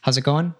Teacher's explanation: And you kind of can, the Z sound from how's connects onto it. And then you drop the G from going, which is quite common.